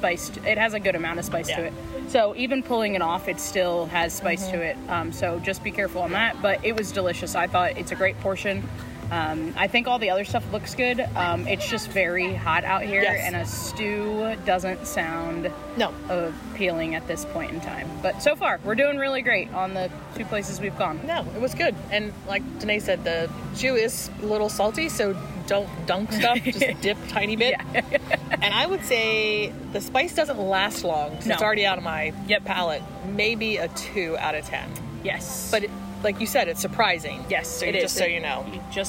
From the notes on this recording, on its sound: Quick Live Review: EPCOT International Food & Wine Festival 2023. Take a quick trip around World Showcase and give us live reviews of a few of the global marketplaces.